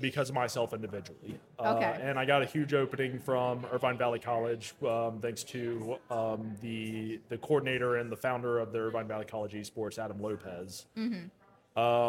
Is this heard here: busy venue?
yes